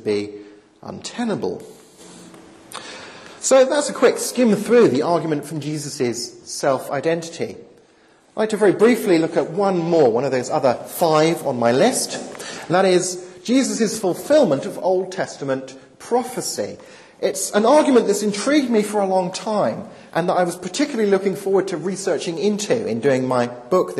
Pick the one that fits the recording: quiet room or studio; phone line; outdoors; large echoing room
large echoing room